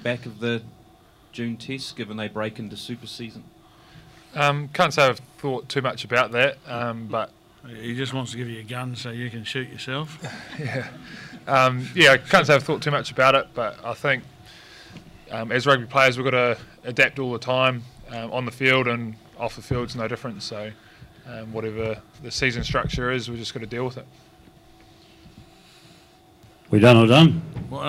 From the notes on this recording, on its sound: PRESS CONFERENCE. After the All Blacks defeated France 49 - 14 in the third and final Steinlager Series Test.